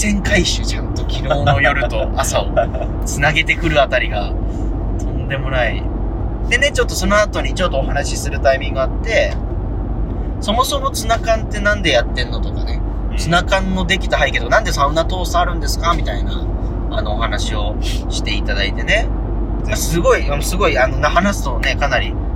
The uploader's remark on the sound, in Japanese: ドライブトーク in 仙台。東北のサウナを視察中！すこし音声が聞きづらいのですが、ぜひ一緒にドライブしている気分で聴いてみてください。